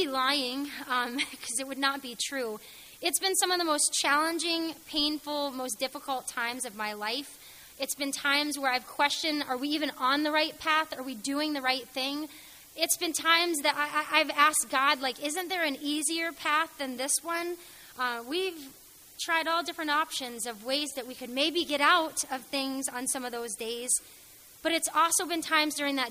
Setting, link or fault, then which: setting, large echoing room